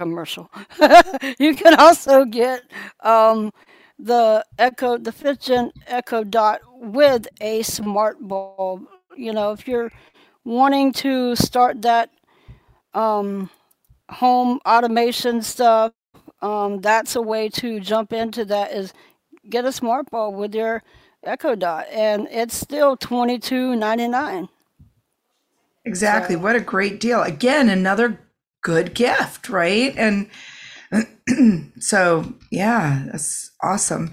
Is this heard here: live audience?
no